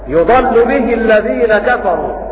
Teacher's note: إلا أن المشار إليهم بكلمة صحب قرأوا بفتح الضاد